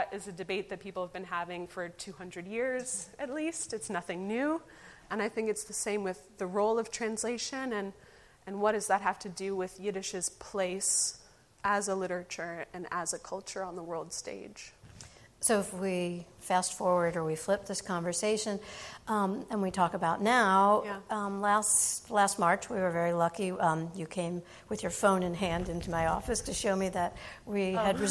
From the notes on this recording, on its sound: Recorded live at the Yiddish Book Center's Community Open House in October 2019. Yiddish Book Center Amherst, Massachusetts.